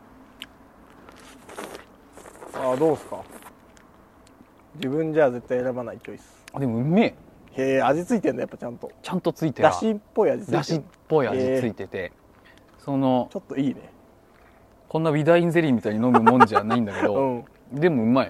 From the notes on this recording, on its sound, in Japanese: 実験回 新機材で夜の街に繰り出そう(音質修正版)。